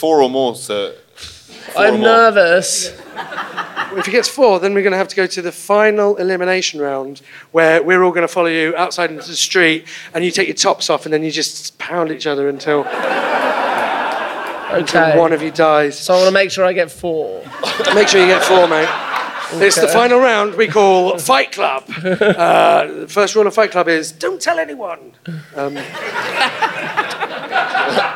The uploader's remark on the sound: In front of a live audience.